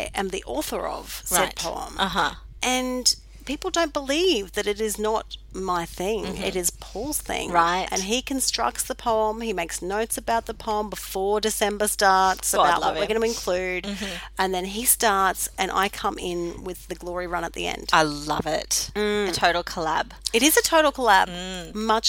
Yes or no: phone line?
no